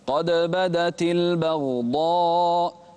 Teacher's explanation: قلقل الدال ولا تقلقل الغين